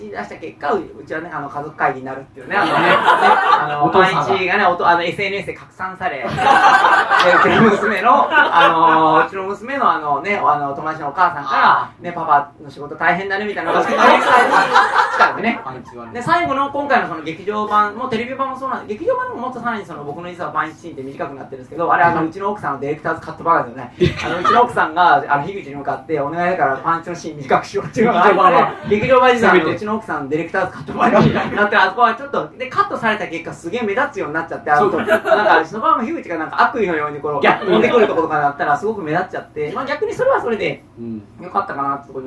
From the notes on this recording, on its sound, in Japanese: 公開収録 inシネマスコーレ。